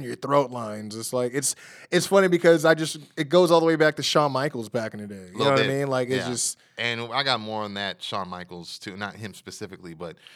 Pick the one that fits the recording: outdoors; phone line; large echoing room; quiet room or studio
quiet room or studio